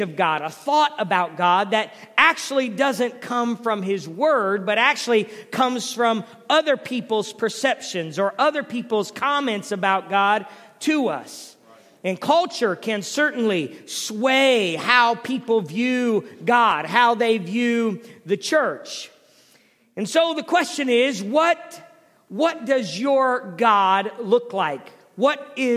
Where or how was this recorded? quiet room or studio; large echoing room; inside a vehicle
large echoing room